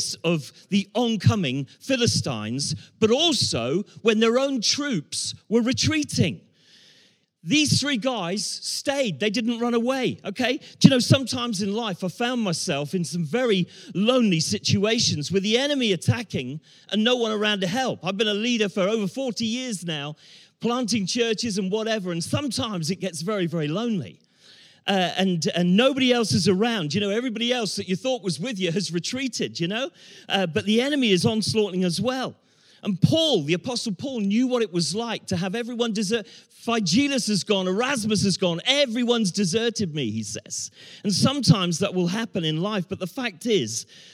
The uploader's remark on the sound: Talk that was delivered at Ascend Summit 23 in February. We can't recreate the warm atmosphere of 120 men after they've sung their hearts-out.